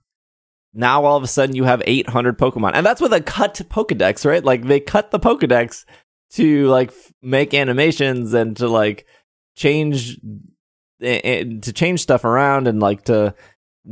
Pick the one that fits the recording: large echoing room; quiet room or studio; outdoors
quiet room or studio